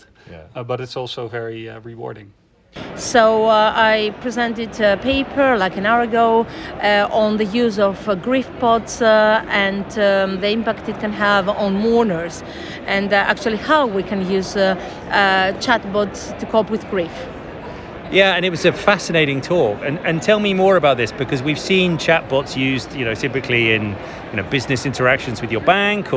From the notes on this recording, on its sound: From the CHI2023 Human Computer Interaction conference in Hamburg, I chat in-person with five attendees. In the first of two episodes from the CHI2023 Human Computer Interaction conference in Hamburg, I chat in-person with five attendees.